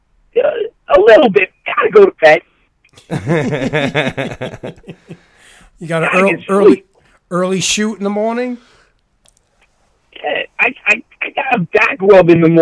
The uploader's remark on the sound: Surprise phone call